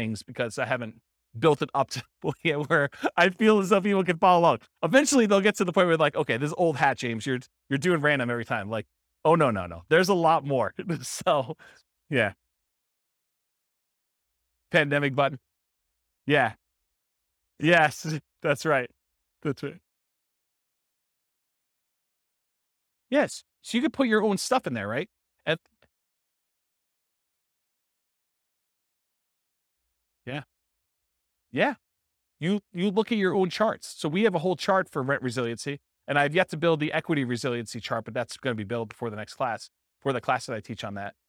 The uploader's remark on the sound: This was a live class recorded.